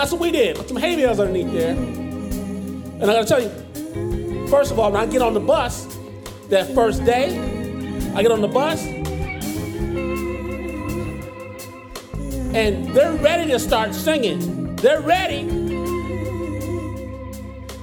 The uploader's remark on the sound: Performed live in Portland at Revolution Hall.